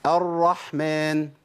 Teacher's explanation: أنا ما عنديش حاجة اسمها تكرير، أنا عندي حاجة اسمها ارتعاد اللسان في المخرج، وده بينتج عنه اهتزاز في الصوت، لكن ما بينتجش عنه تكرير. كلمة تكرير دي معناها إن بجيب راءات كثيرة.